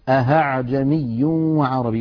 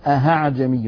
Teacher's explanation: الخطأ الثاني أن يقلب الإنسان الهمزة الثانية هاء فيقول أهعجمي وعربي، ونسمعها أحيانا من بعض إخواننا غير المتقنين فيقولون أهعجمي، هذا لا يصح يا إخوتي لأنه قد أبدل الهمزة هاء أي حولها إلى حرف آخر، والتسهيل شيء والإبدال شيء آخر. · Term: إبدالها هاء